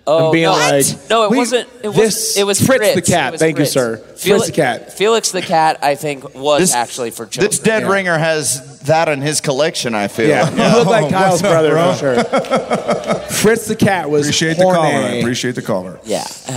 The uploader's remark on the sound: Live From Denver